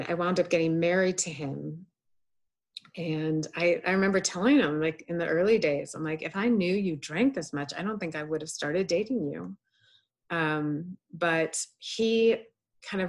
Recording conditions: video call